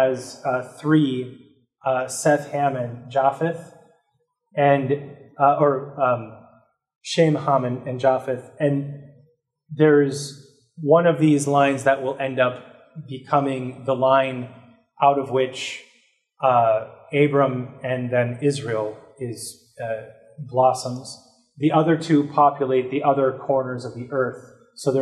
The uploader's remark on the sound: This lecture was given on May 2nd, 2023, at the University of Washington.